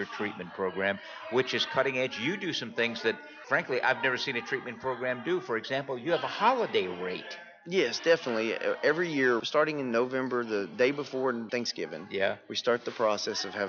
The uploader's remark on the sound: at the 2015 TAAP State Conference on Addiction Studies in San Antonio, TX